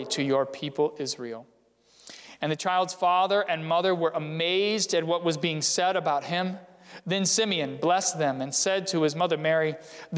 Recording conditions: large echoing room